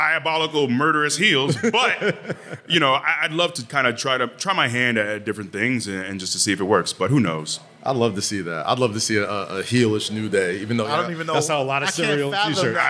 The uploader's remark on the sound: live at the SummerSlam Store